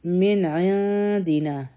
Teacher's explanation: د نون ساکن نه پس عین راغي نو دلته کې به مونږ اظهار کو نون ساکن به کلیر وایو